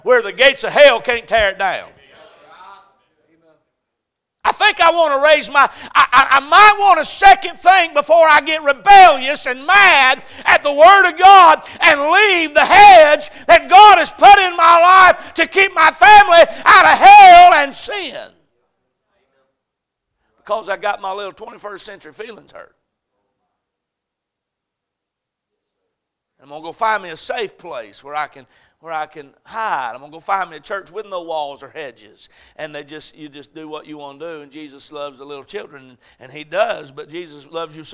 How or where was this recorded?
large echoing room